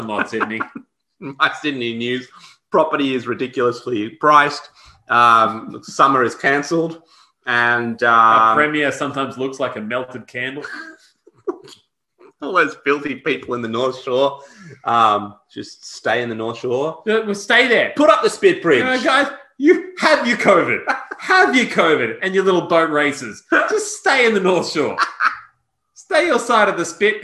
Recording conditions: video call